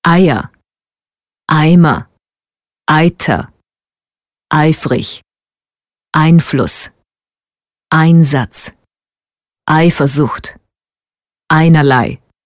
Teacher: Beide Diphthonge klingen gleich und werden als AE gesprochen, nicht als AI.